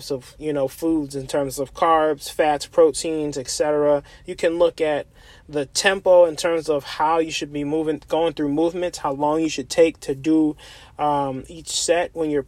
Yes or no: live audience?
no